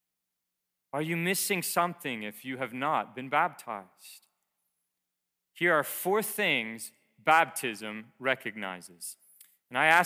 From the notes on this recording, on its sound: Preached to Heritage Bible Chapel in Princeton, MA.